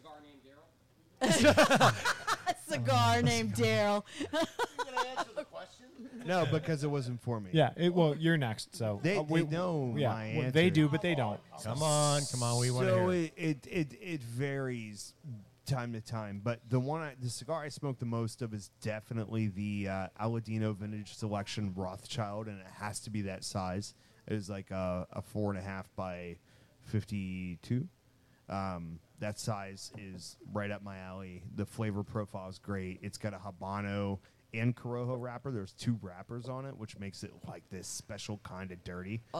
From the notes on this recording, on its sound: Broadcasting LIVE from Liberty Pole Distillery